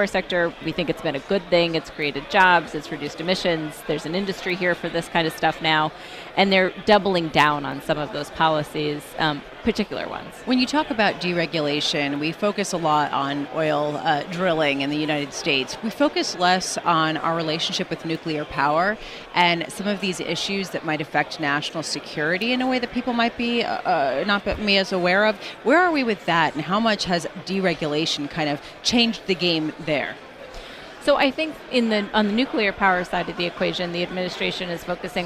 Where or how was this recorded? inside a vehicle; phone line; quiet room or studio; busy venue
busy venue